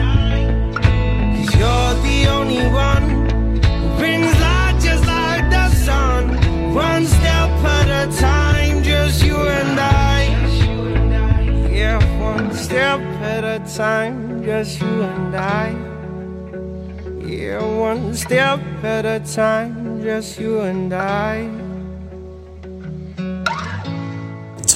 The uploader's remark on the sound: Live at West Wales Karting for the Paul Sartori 500K Karting Challenge!